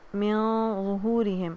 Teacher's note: heavy اخفا کریں گے کیونکہ آگے ہیوی لیٹر ہے، زوئے جو ہے وہ ہیوی لیٹر ہے، تو اس کو